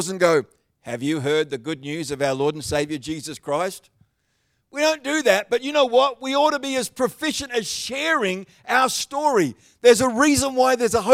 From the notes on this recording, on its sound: The live stream of Destiny Church Atherton.